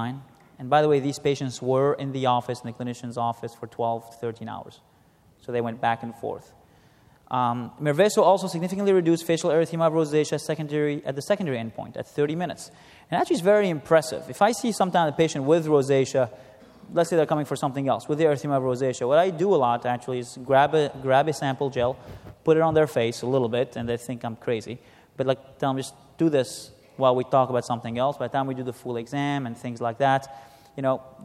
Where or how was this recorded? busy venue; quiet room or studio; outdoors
busy venue